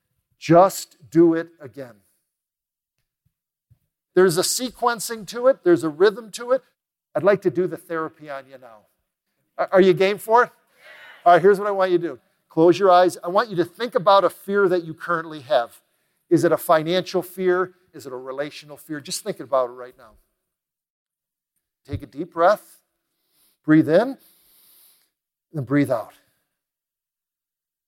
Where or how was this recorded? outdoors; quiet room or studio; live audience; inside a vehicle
live audience